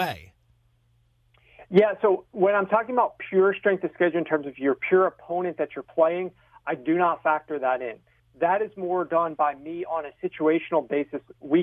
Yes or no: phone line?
yes